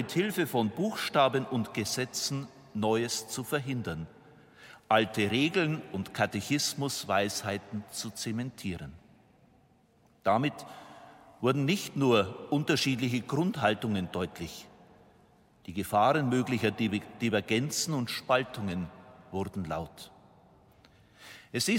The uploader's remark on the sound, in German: Live-Gottesdienstübertragung aus der St. Johannes Kirche in Erding.